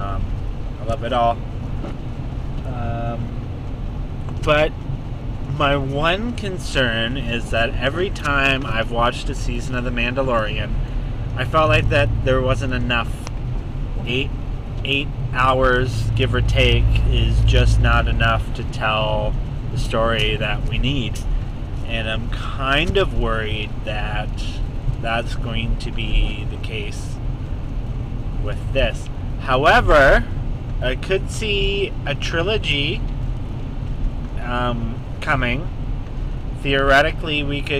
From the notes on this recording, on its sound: I collect on my voice recorder in my car while I'm commuting.